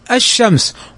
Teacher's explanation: تضغم اللام في الحرف الذي بعدها فلا تنطق، وتسمى الشمسية.